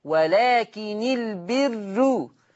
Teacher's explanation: الراء مضمومة مصبوغة بكسر فتصير مرققة